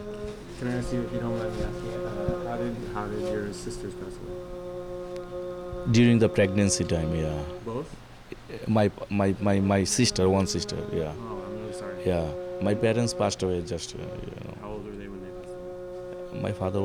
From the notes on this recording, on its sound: Queen street between like 1 and 6 am. Went to Trinity Bellwoods Park in Toronto at about 1 am and started walking west. Somehow we ended back at the park at like 6.